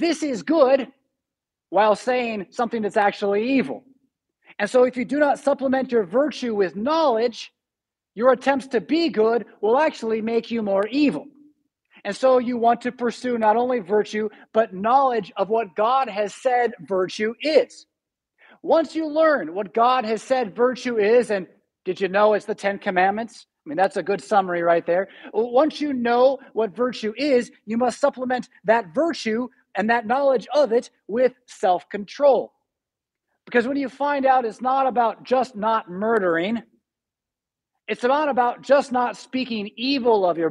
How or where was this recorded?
large echoing room